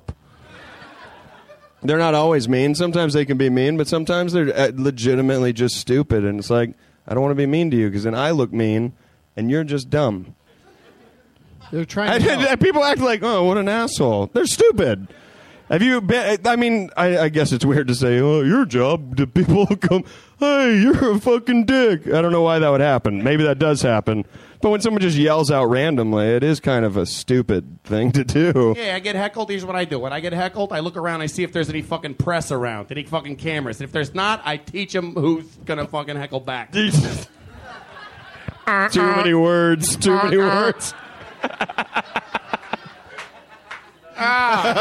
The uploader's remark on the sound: Live at the Del Close Marathon. Taped at the UCB Theatre in New York City as part of the 14th annual Del Close Marathon.